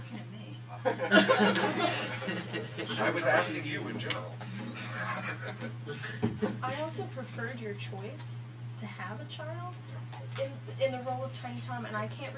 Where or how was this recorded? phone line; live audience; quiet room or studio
live audience